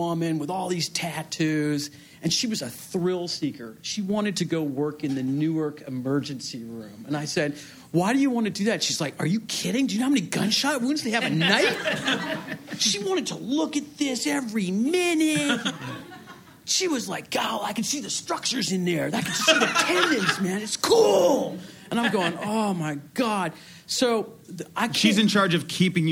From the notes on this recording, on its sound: Recorded in front of a live audience at Brooklyn's Union Hall.